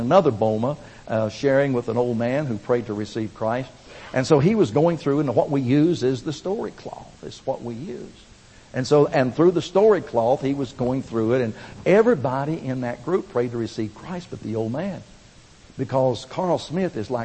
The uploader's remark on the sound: Recorded at First Baptist Church, Pigeon Forge, TN (2005)